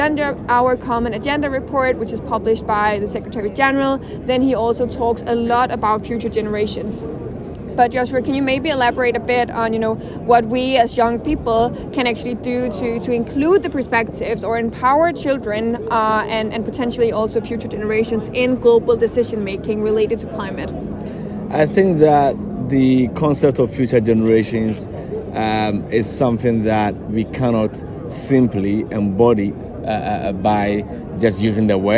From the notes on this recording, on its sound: is a live conversation that took place in the heart of Sharm-El-Sheikh in Egypt where COP27 takes place.